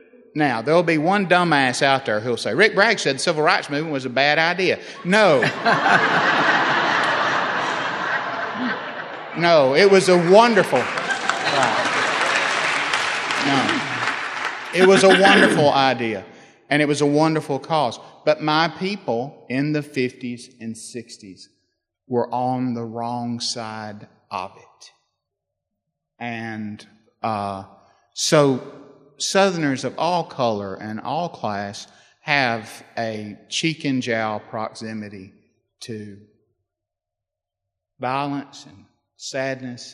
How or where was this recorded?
live audience